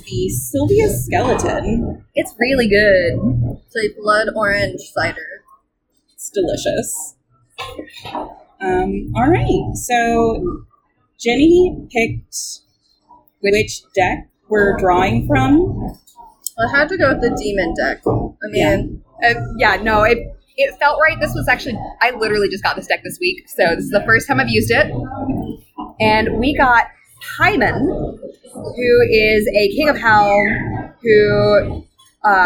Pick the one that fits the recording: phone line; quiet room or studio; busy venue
busy venue